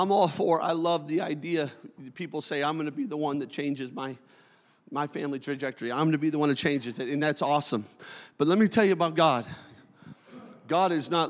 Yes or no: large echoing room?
yes